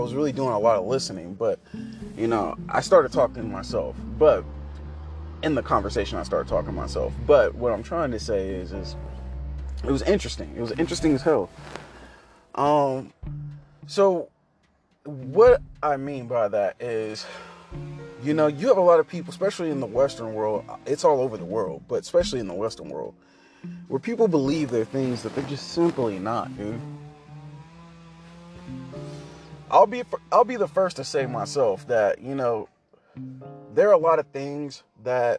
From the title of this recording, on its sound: In the car thoughts